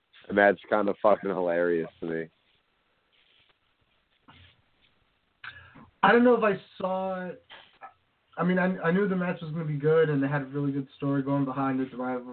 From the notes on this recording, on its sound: Patreon Call In Show